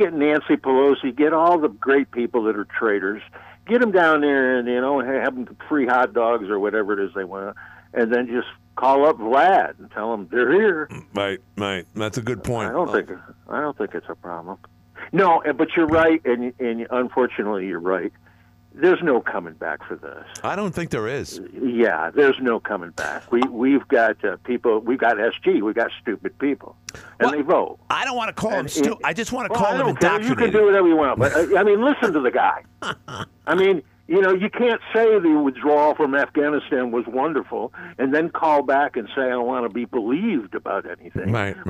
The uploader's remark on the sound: called in too with his thoughts at the end of today's entertaining show